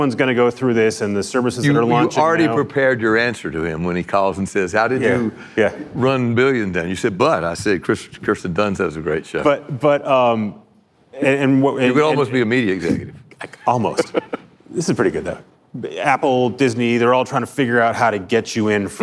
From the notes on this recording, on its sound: live from Code Media 2019